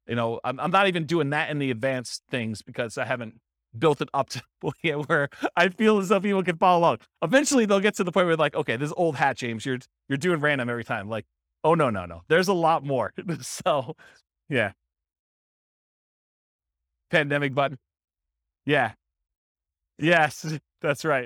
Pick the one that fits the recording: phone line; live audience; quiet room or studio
live audience